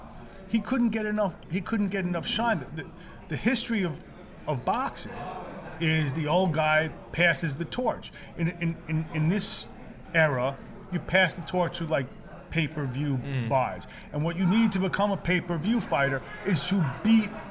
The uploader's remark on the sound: on location from Jack Doyle’s Restaurant and Bar